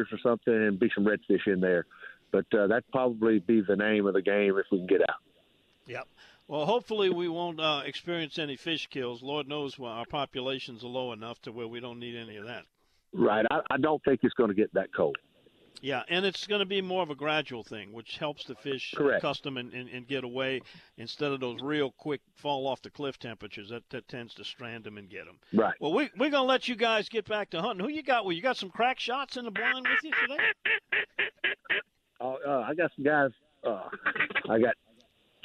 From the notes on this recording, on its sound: LIVE yet again from his duck blind